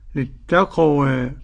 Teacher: قرأ ورش بالفتح والتقليل للتقوى، للتقوى كأبي عمرو.